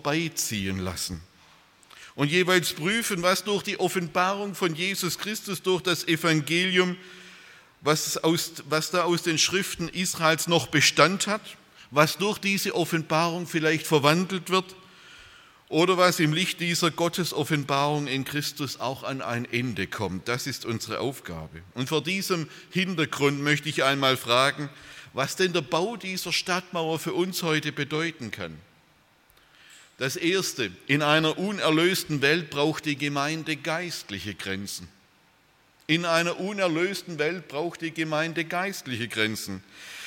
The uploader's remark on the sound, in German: aus dem Gottesdienst der Liebenzeller Mission